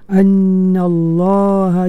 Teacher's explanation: Tebalkan lafaz Allah itu. Lam pada lafaz Allah itu ditebalkan.